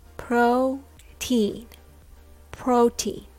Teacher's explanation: Protein is pronounced with two long vowels, O and E.